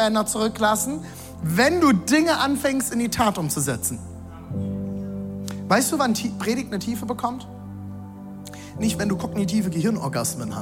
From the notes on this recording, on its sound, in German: Audiomitschnitt der Predigt